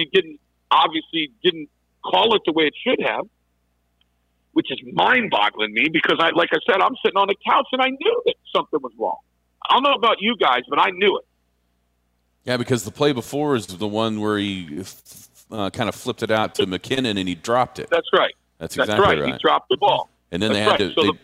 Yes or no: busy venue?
no